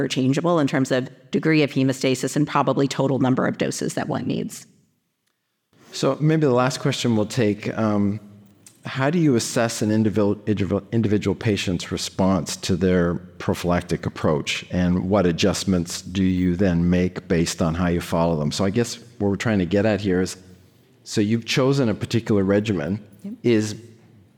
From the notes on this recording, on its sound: In this new PeerView activity based on a recorded symposium at the 75th Annual Bleeding Disorders Conference.